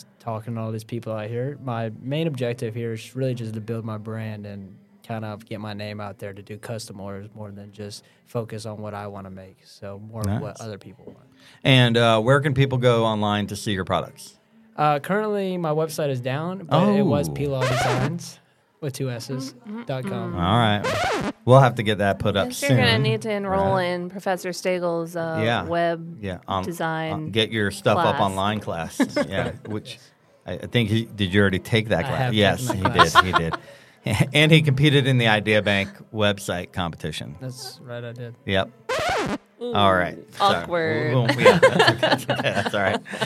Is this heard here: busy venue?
yes